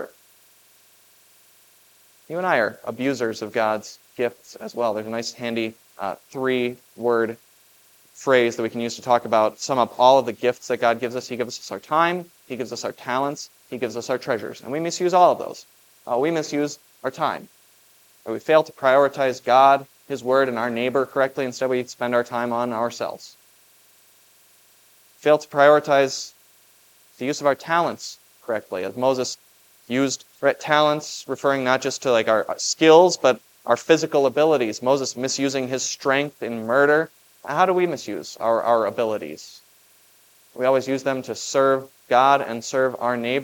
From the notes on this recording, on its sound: Was preached at Grace of God Lutheran on June 11, 2023. This Sunday sermon, based on Exodus 3:1-15, was preached at Grace of God Lutheran.